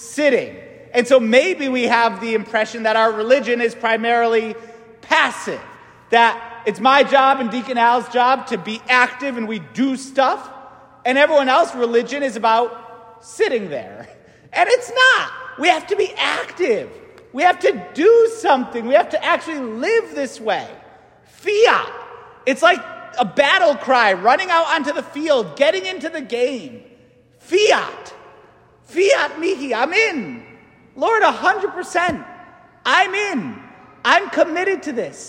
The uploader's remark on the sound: St Francis Catholic parish homily